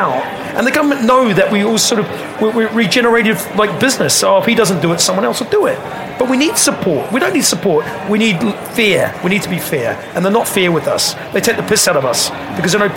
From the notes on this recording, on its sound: The Lock In team take to the airwaves live at The Restaurant Show